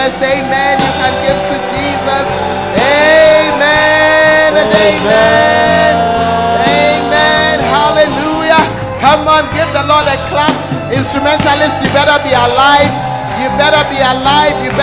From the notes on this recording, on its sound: Preached At The Art Of Evangelism Conference